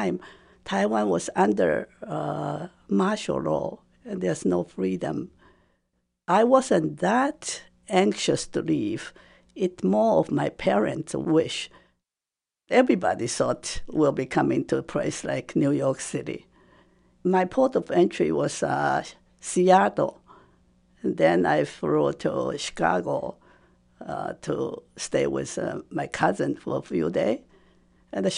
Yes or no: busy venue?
no